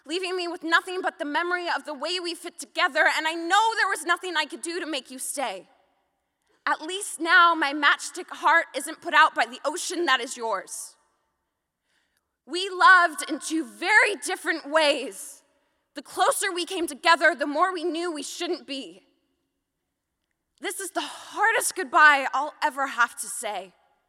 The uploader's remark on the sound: including live performances